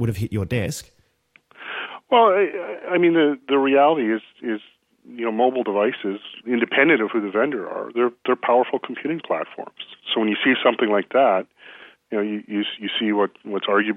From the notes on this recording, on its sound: I spoke to him by phone